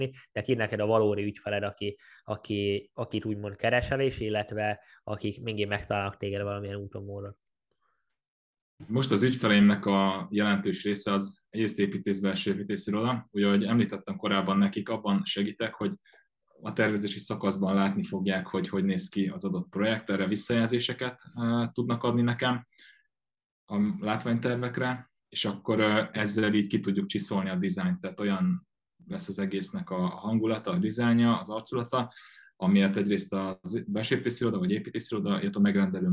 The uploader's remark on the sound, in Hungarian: Az interjút ONLINE rögzítettük.